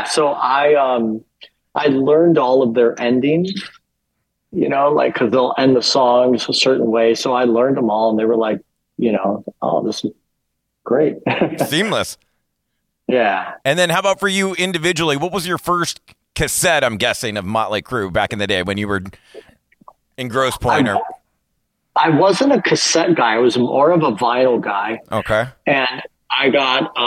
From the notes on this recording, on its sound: zoomed